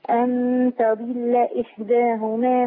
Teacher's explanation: نبين الضاد بقى عشان ما تبقاش دال، ما تبقاش تدل.